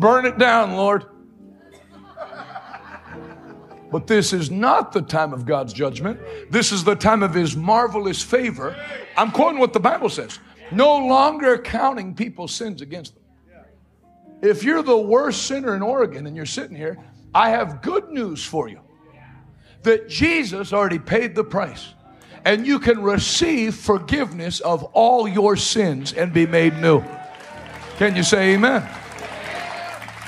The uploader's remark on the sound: LIVE from Salem, Oregon